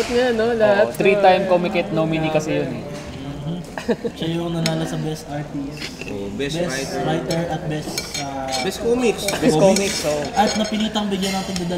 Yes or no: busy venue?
yes